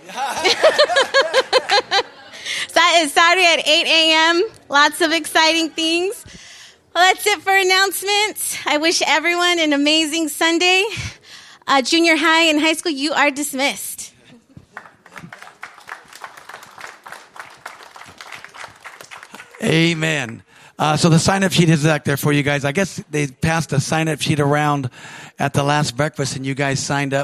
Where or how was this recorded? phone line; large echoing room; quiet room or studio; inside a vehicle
large echoing room